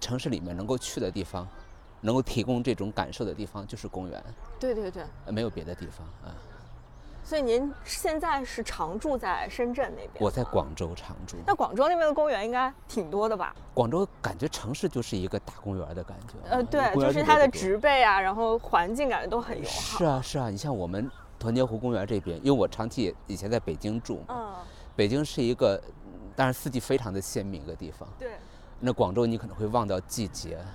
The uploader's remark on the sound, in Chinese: 在初春的北京。一起在城市公园，边走边聊。